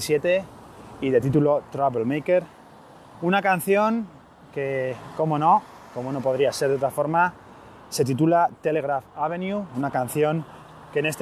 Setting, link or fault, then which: setting, outdoors